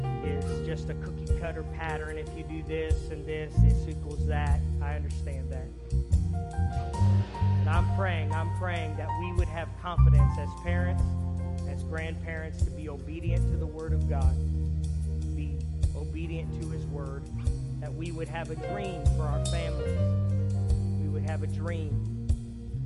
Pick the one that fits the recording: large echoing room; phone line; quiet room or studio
large echoing room